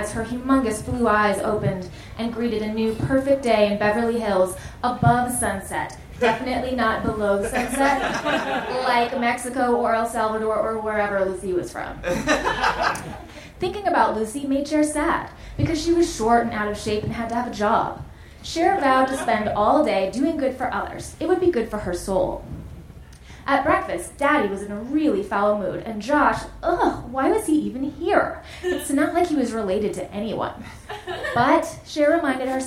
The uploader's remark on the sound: Recorded live at The Virgil in Los Angeles.